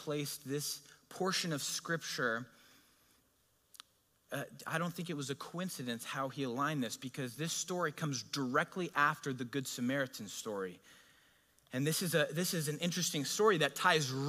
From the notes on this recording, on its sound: A sermon delivered at Godspeak Calvary Chapel in Newbury Park, California on June 19, 2023.